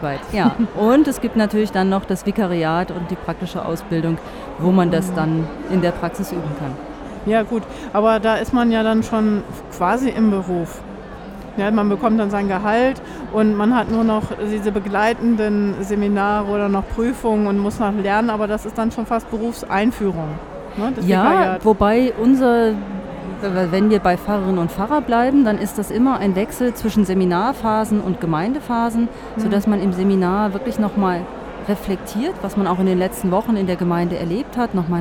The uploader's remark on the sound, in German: live auf dem evangelischen Kirchentag 2017 in Berlin